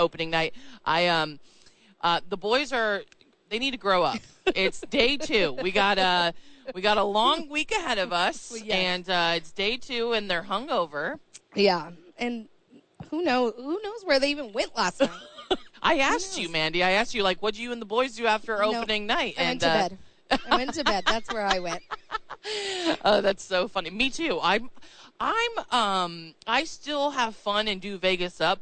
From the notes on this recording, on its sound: Live from Radio Row.